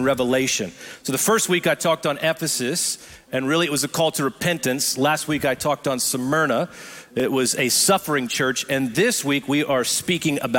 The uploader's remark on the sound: Recorded live at Brookwood Church.